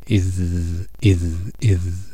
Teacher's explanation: أما الرخاوة فهي جريان الصوت مع الحرف، وحرف الذال هو من حروف الرخاوة